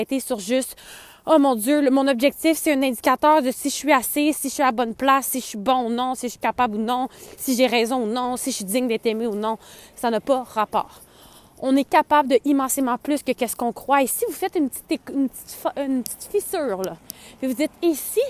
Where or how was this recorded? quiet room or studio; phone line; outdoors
outdoors